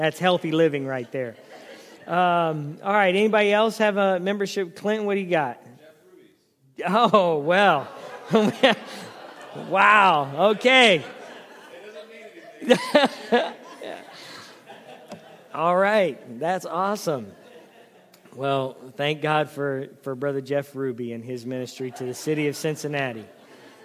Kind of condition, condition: setting, large echoing room